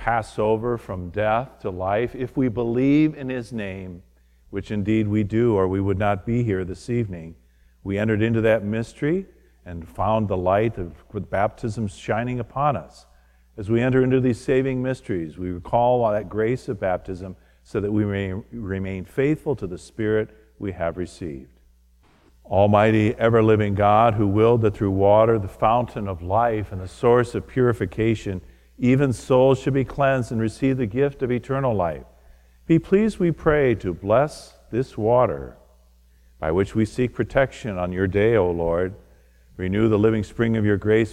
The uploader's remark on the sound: From Holy Spirit Church in Creston Iowa